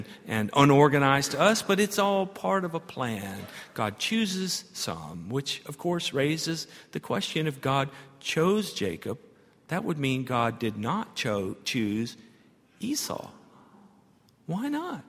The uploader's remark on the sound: at Highland Baptist Church